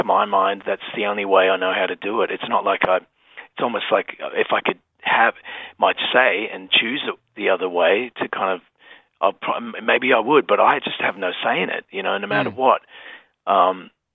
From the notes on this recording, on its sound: jumped on the phone